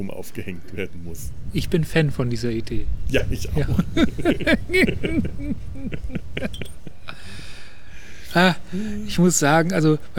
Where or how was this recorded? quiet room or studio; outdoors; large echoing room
outdoors